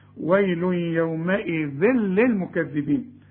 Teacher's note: التنوين اللي بعده لام انت عارف مفيش غنة، إدغام كامل بدون غنة